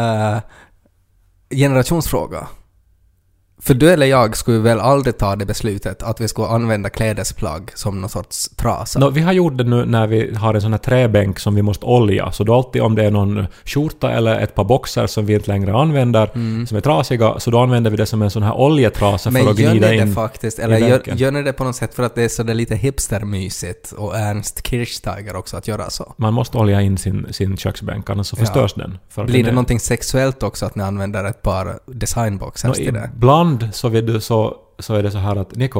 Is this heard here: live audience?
no